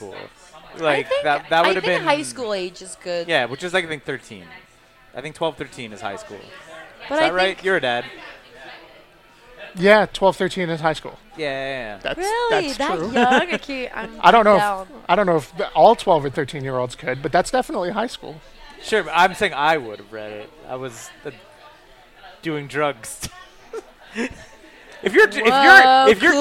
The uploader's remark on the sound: at the back of Grumpy’s to record this podcast